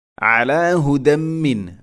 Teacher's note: അലാ ഐൻ തൊണ്ടയുടെ മധ്യഭാഗമാണ്